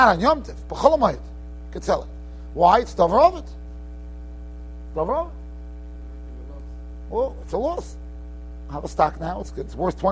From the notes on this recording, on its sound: Shiur recorded in Yeshivas Ohr Reuven, Monsey, NY.